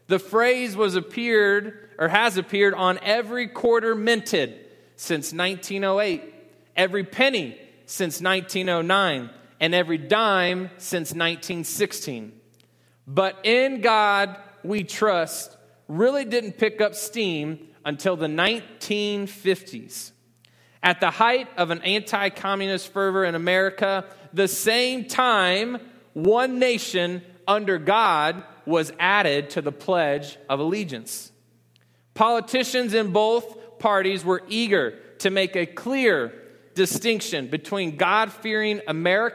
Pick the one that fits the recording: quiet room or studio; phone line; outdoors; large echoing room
large echoing room